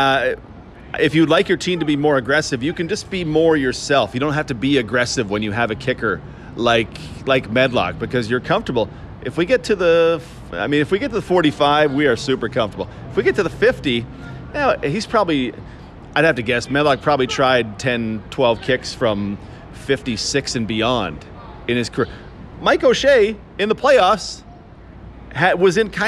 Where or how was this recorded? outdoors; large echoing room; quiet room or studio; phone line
outdoors